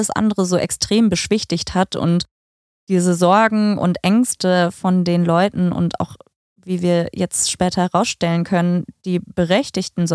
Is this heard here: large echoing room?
no